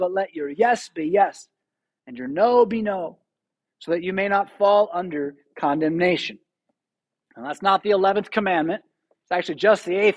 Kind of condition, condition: setting, large echoing room